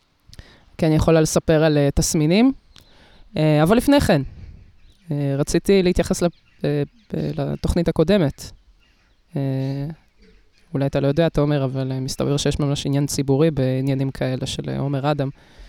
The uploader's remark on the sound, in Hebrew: לכבוד המאורע, הפרק הוקלט בחוץ.